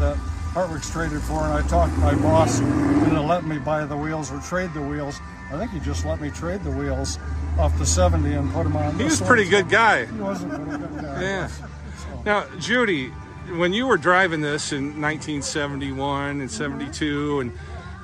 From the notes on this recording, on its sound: the sights and sounds of the Corn Country Cruisers' July 8, 2023, Cruise-In on the Square in Washington, Iowa!